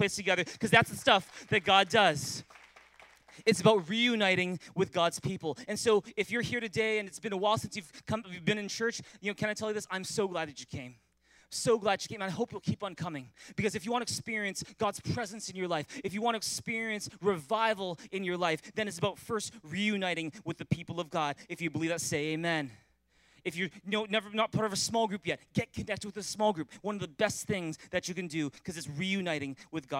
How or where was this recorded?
large echoing room